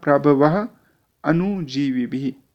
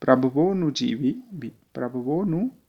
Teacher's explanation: प्रभवोनुजीवी भी अगर संधि विच्छेद कर दिया जाए तो होगा प्रभवः अनुजीवी भी, परंतु यहाँ पर संधि के साथ उच्चारण करना होगा तो उसमें प्रभवो के बाद अ की ध्वनि नहीं आएगी · Shown in: second take · बल्कि सीधे प्रभवोनुजीवी भी इस तरह से उच्चारण होगा।